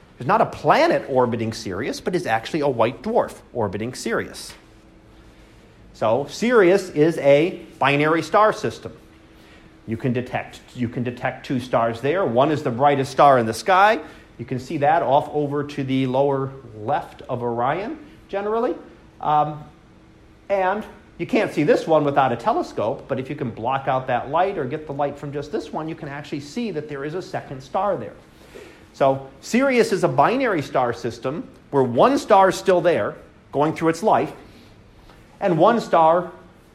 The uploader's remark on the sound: Live Class Lecture